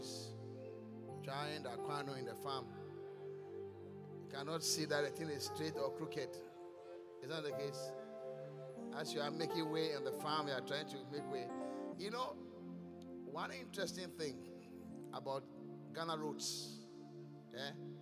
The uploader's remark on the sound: Preached at The Qodesh.